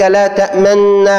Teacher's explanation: أن تضم شفتيك عند حرف النون من كلمة تأمنا · Term: الإشمام